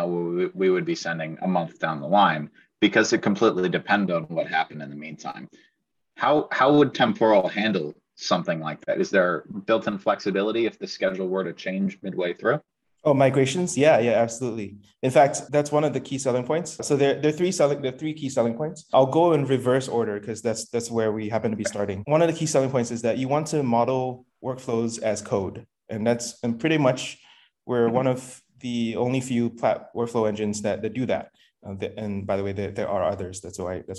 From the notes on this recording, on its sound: on Twitter spaces that was recorded